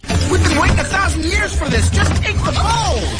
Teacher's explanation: 那么对于他来说呢 waiting 是重音，但是没有 thousand years 更重要